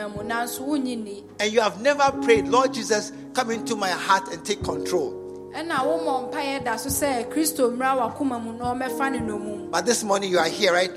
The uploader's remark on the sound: Preached at the True Vine Cathedral, Bantama